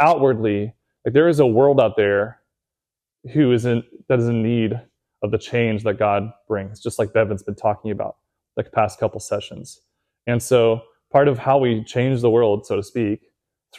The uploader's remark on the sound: Recorded at Seabreeze Church